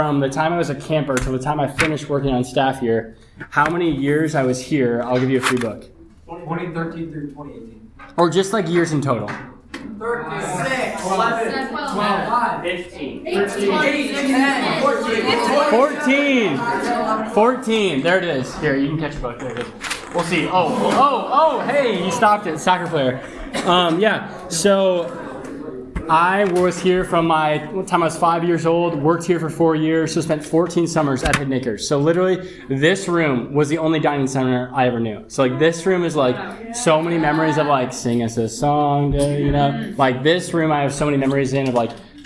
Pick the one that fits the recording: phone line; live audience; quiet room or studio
live audience